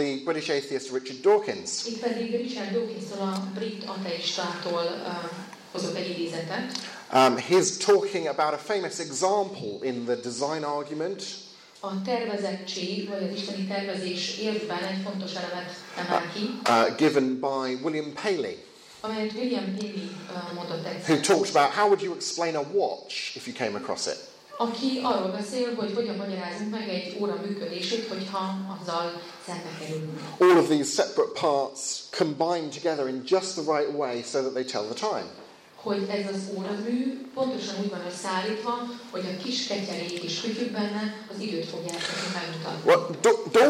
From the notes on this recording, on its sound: With Hungarian translation. Plenary lecture from the 2016 Hungarian Leadership Forum.